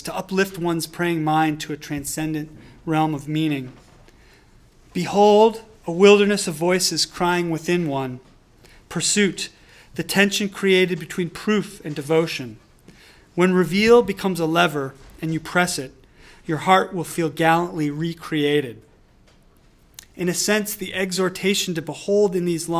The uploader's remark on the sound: delivered this lecture on March 1, 2018 at the University of Chicago